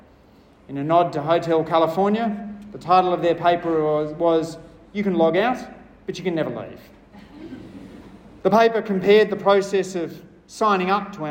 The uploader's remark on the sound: I delivered a short speech at the National Small Business Summit on the role of fairness in competition laws.